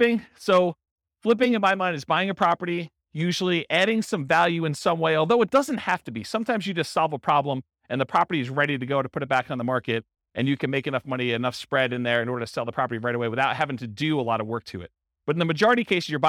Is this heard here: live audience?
yes